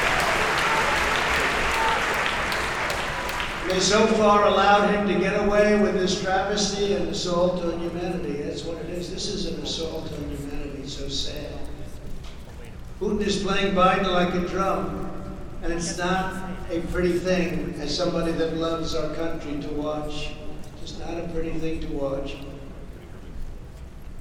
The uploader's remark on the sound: LIVE FROM CPAC 2022